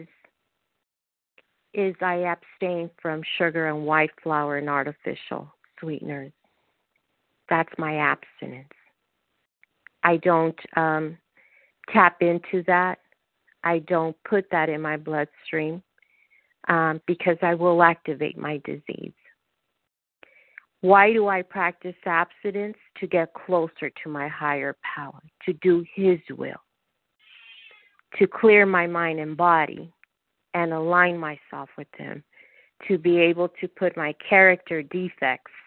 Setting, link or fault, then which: link, phone line